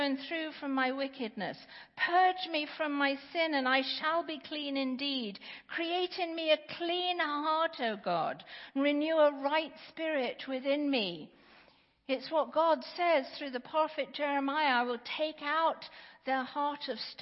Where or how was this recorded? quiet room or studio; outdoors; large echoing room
large echoing room